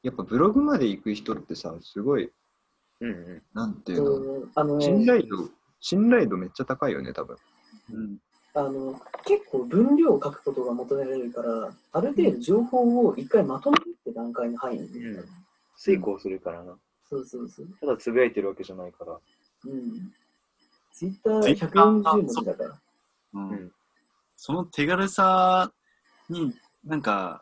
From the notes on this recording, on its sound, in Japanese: メンバーがZOOMを使って飲み会をしている中、少し真面目な話になったところを録音、配信してみました。急に始まって急に終わってるけどそこは許して。